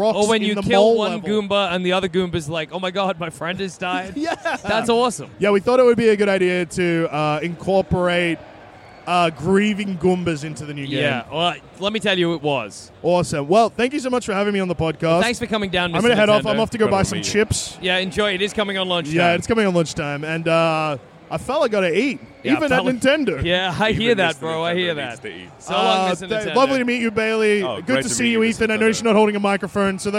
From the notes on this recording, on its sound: Record the first ever second ever podcast live from the floor of PAX AUS (2023).